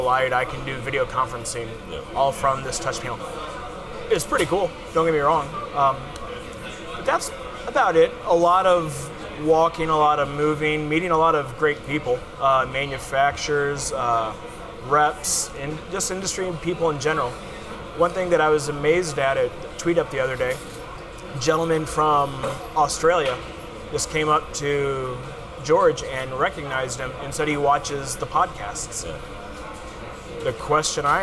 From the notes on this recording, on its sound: We are live from Integrated Systems Europe 2016.